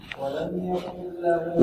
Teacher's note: إدغام كامل النون لا يبقى منها شيء تذهب بمخرجها بصفتها